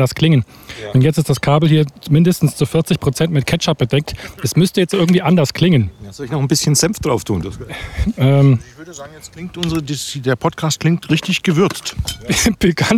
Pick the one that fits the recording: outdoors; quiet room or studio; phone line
outdoors